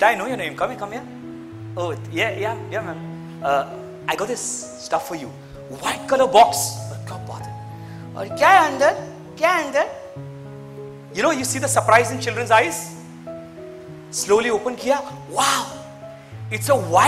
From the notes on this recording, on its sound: This is an audio version of a live keynote speech moment delivered to 1200 + Teachers at Lucknow India